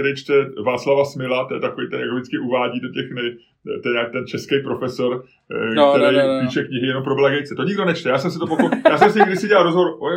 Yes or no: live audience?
no